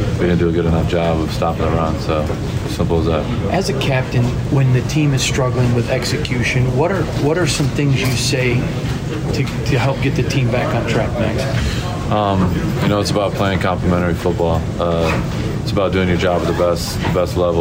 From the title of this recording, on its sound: LOCKER ROOM SOUND